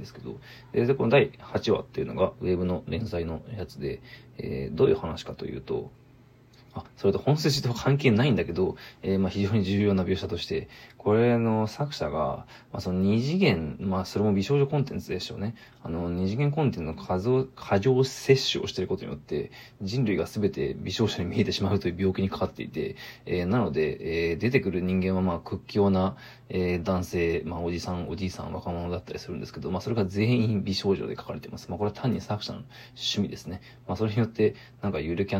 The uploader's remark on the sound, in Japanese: ボイスメモです。